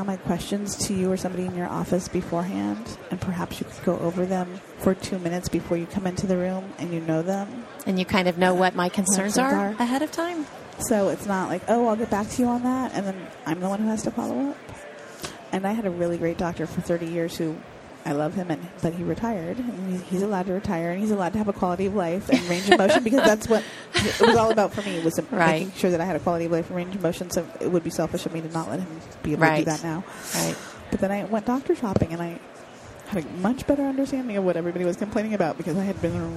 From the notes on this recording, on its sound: The episodes were broadcast live in CTGHS’s booth at the The HIMSS15 Annual Conference and Exhibition. Live from the HIMSS15 Exhibition floor in Chica.